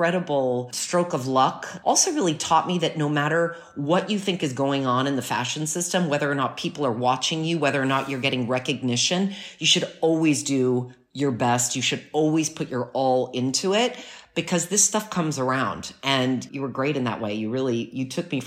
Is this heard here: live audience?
no